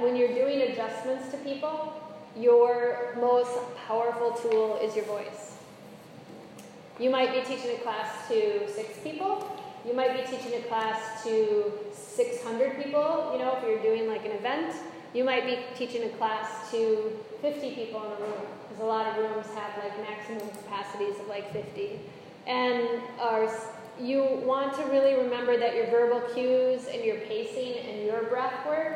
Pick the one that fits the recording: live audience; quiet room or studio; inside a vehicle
live audience